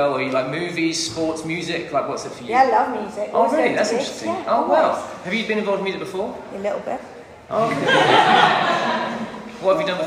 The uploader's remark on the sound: Recorded live at the Vineyard worship gathering "Come Holy Spirit".